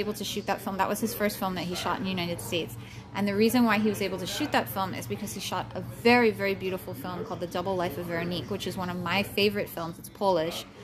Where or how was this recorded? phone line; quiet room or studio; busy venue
busy venue